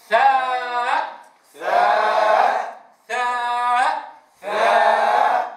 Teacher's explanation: نحاذر من نفخ الخدين، فلا نقول ثاء فا فا فا فا، نفتح الفم عند الألف من غير إشرابه بغنة، وأيضا نبين الهمزة في آخر اسم هذا الحرف · Term: حرف الثاء